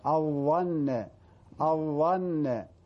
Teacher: يخرج من طرف اللسان وإخراجه قليلا من تحت الأسنان العليا · Term: الظاء